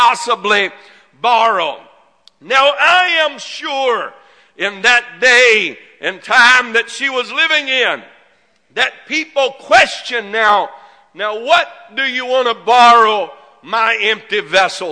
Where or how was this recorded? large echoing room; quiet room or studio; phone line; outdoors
large echoing room